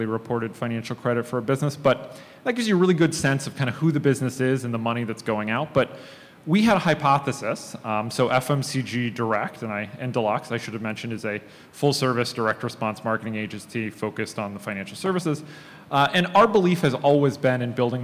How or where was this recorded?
live audience